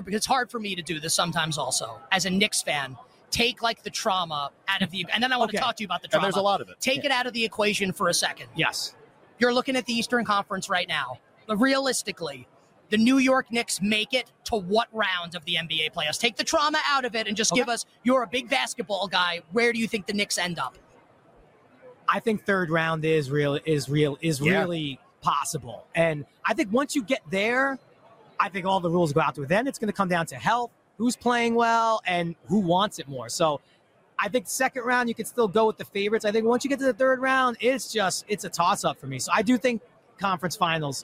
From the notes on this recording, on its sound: LIVE FROM RADIO ROW!